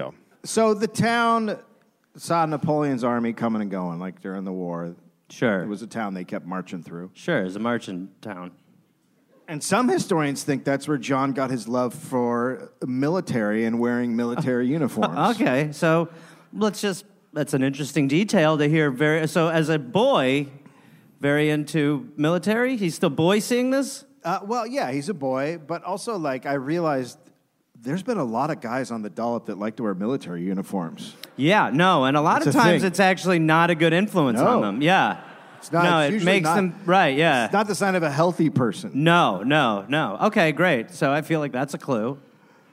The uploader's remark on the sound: Recorded live in Sacramento, California.